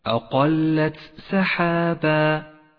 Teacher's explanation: والآن لاحظ كيف اجتمعت صفة الهمس لحرف التاء وبعدها حرف السين مباشرة عند قوله تعالى أقلت سحابا، أقلت سحابا، والواجب هنا أن تفصل صفة الهمس لحرف التاء عن حرف السين فلا تخلط بينهما، أي هكذا أقلت سحابا وليس أقلت سحابا، فهذا خطأ شائع.